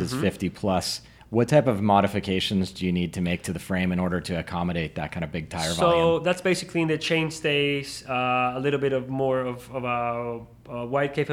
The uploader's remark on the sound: This episode was recorded at the 2021 Enve builder round up.